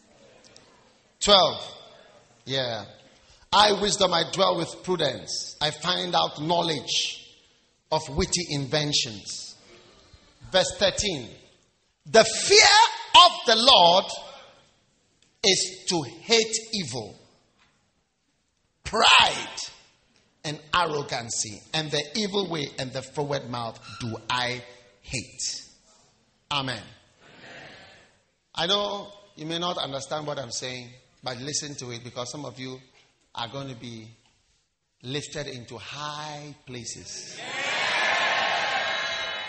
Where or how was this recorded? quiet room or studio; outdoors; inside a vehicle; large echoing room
large echoing room